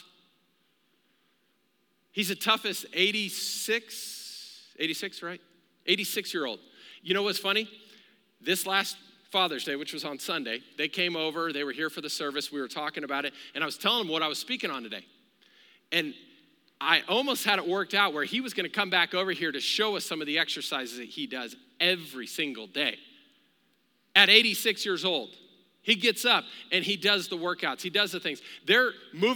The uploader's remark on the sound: Recorded live during our Wednesday night service.